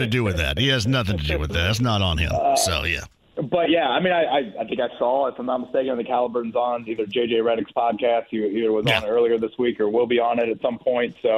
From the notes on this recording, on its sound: He also takes some phone calls! The show keeps rolling with more phone calls and comments from listeners of the show!